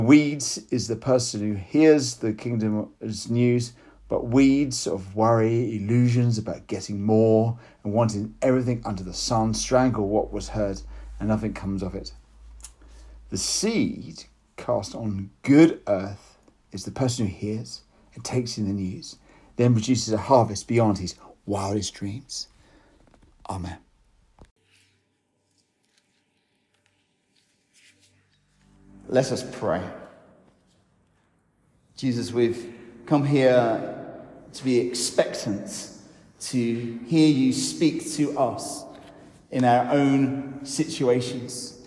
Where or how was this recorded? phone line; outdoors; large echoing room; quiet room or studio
large echoing room